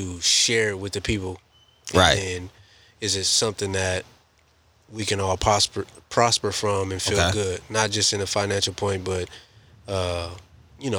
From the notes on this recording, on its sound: Take the conversation outside literally. Their special guest from the outdoors.